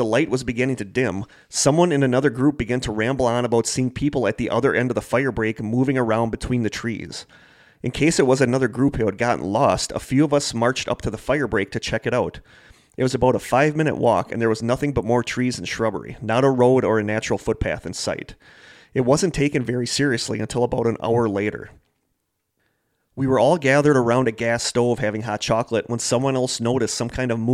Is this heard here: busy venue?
no